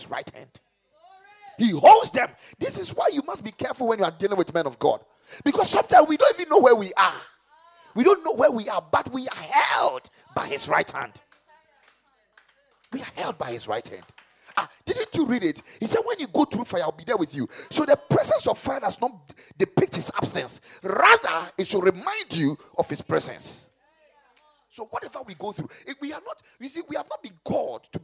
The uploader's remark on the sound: Preached at the Kingdom Sight Service